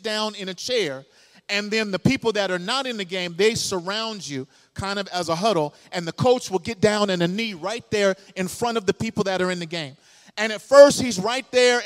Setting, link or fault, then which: setting, large echoing room